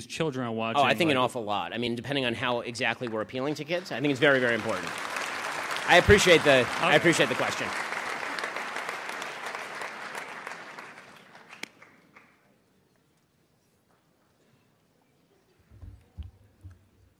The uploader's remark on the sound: LIVE at UW-Madison. Streamed live.